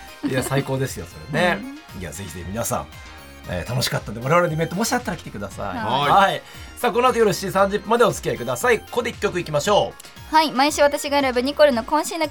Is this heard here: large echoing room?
no